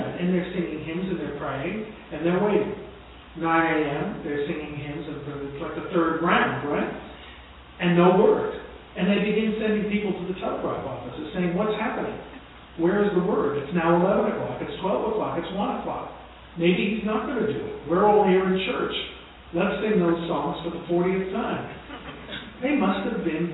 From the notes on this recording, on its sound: broadcast Live From Long Island University at The 150th Emancipation Proclamation Celebration